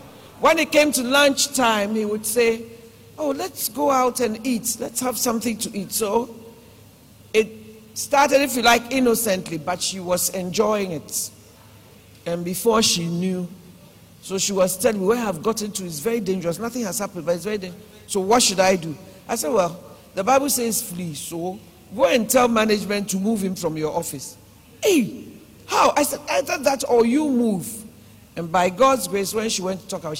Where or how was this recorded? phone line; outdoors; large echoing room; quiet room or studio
large echoing room